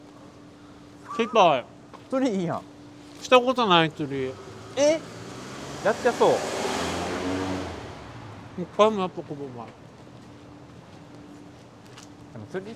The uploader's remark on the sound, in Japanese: 2人でぶらぶらと歩きながらお喋りしました。放送事故回となりそうでしたが、何とかお蔵入りを回避できました。